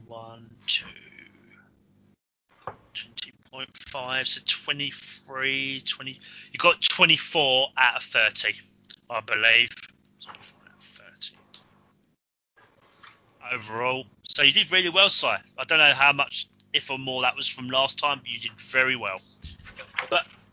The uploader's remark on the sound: Please note we had some minor technical difficulties whilst recording.